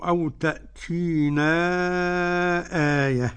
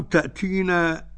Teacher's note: أبدل الهمز حرف مد، لأن همزة ساكنة وقبلها محرك، لمين؟ لورش وللسوسي ولأبي جعفر ولحمزة عند الوقف فقط.